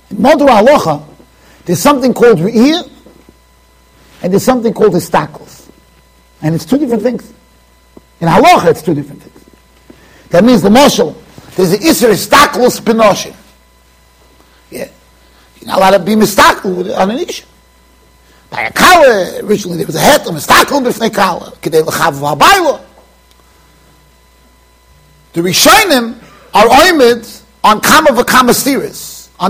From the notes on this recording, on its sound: Shiur recorded in Yeshivas Ohr Reuven, Monsey NY.